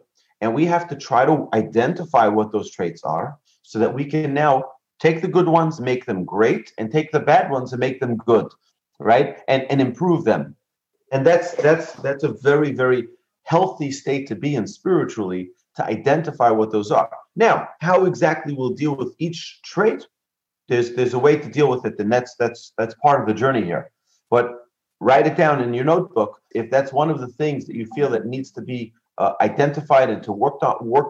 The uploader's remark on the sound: Recorded presentation to an online audience. In Houston, Texas.